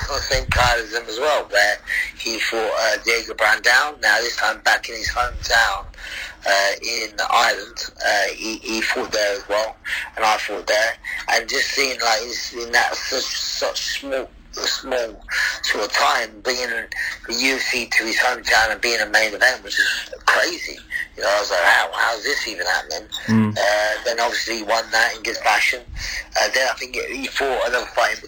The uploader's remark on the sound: on the phone